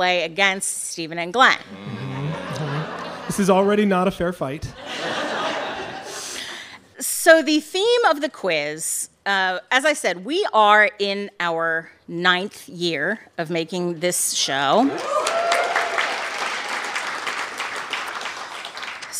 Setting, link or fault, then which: setting, live audience